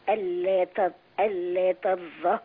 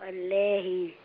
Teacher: اللي مش قادر يسهل الهمزة يقربها من صوت الهاء شوية · Shown in: second take · Term: مسهلة